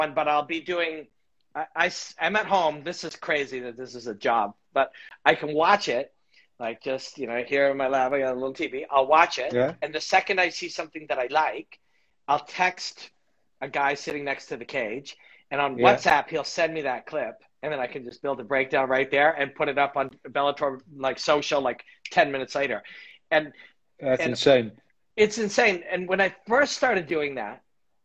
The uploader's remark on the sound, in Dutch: Dit gesprek was eerder live op Instagram en nu dus ook hier als audio te beluisteren